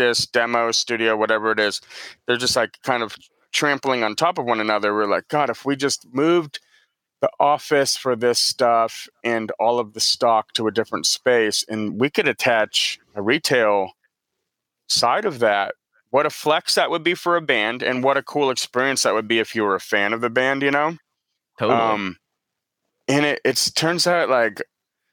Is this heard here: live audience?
no